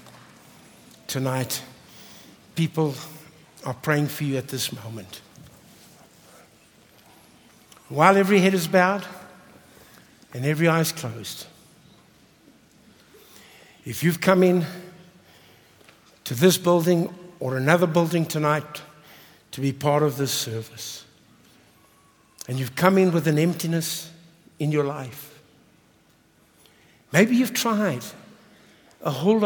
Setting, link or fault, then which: setting, large echoing room